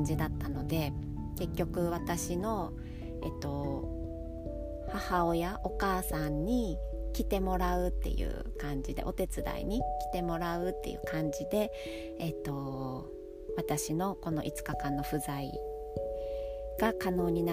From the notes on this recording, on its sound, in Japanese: いつもの河川敷で録音しております。